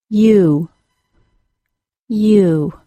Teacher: the long U sound, which sounds like U, is a Y sound plus an OO sound. · The long U is a two-sound vowel. It begins like a Y sound with relaxed lips and the tip of the tongue very high to the tooth ridge. Then the lips transition into the OO sound with the lips moving into a small, tight circle at the same time as the back of the tongue rises high.